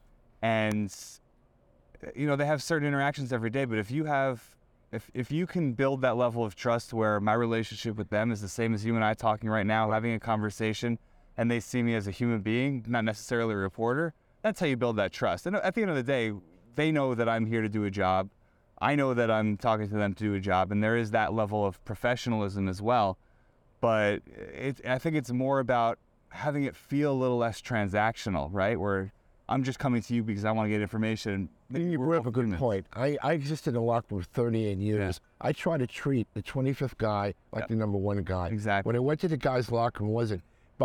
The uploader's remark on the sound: Recorded inside Clover Park at Port St.